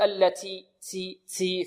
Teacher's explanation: فطرف اللسان ينزل إلى الحنك السفلي أو إلى مخرج السين والنفس يجري · Term: رائحة السين